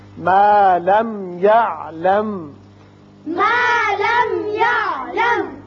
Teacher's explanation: یہاں دونوں جگہ میم ساکن ہے، اظہار ہوگا میم پر، یہاں وصل کی صورت میں بھی یعلم ہی پڑھا جائے